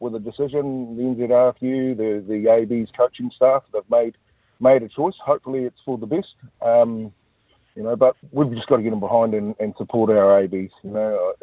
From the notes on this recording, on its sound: We are joined on the phone